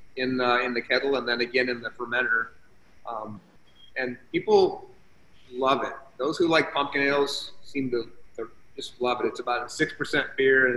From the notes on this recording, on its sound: on a Zoom call